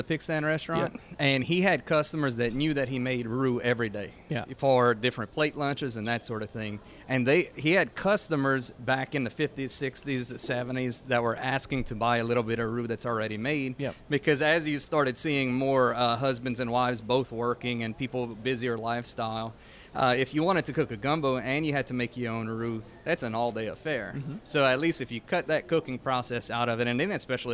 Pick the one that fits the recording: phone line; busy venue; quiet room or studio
busy venue